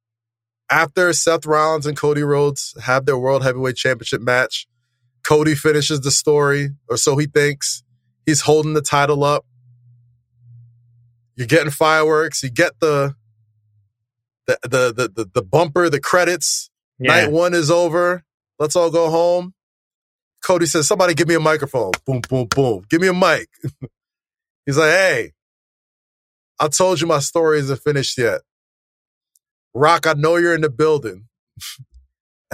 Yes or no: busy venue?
no